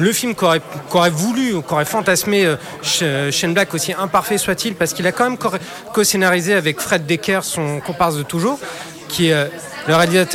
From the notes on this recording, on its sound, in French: Enregistré au Hurling pub ( 8 Rue Descartes, 75005 Paris ), le samedi 20 Octobre 2018.